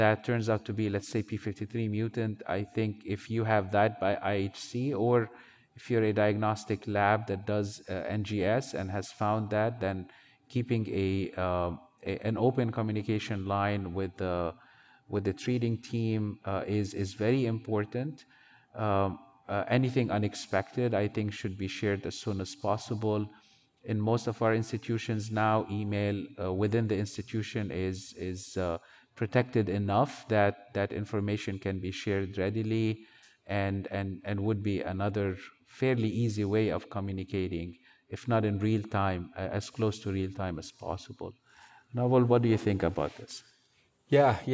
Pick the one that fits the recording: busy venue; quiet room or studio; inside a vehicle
busy venue